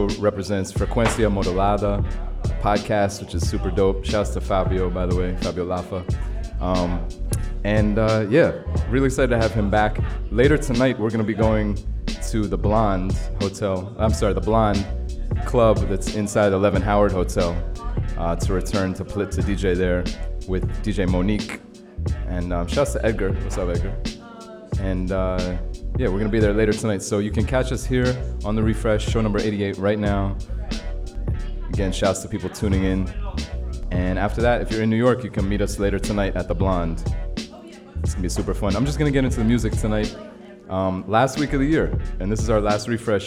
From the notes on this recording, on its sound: Originally broadcast live on December 26, 2016 from the storefront of The Late Late Bar on Houston Street in New York City